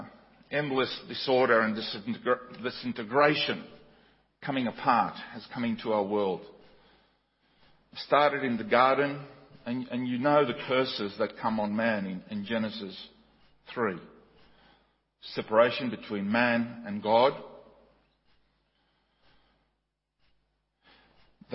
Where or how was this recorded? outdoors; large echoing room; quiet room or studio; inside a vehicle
large echoing room